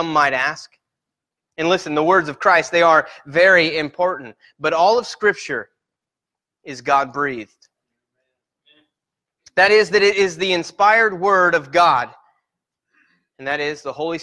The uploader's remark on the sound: Sermon Preached at Christian Fellowship Church in Peru, In on 7-1-18